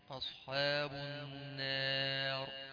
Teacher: هي نون رقيقة، ما هيش من حروف التفخيم أبدا ولا تفخم بأي حال. أصحاب النار مش النار، أصحاب النار.